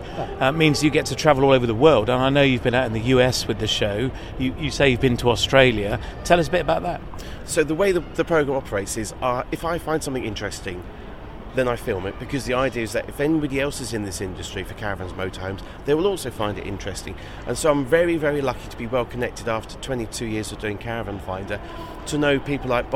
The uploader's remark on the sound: February Caravan, Camping and Motorhome Show 2022. Recorded on the floor of the show with no chairs available to sit. Hit ‘stop’ on the recorder before the painful groans as they both tried to stand up again.